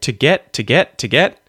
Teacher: two becomes T, right? We get the schwa there.